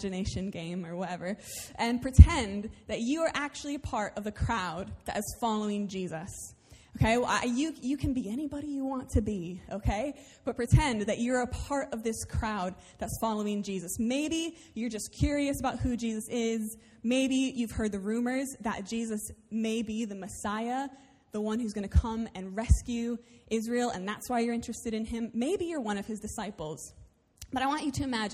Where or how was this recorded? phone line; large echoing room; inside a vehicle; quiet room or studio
large echoing room